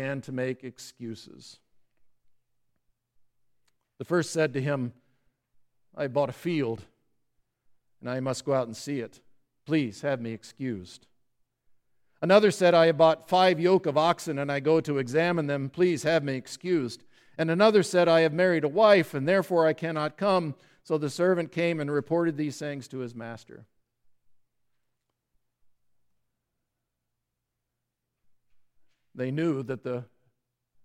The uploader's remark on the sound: Listen to the service on the Parable of Great Banquet at Grace Evangelical Lutheran Church, Lexington, MO.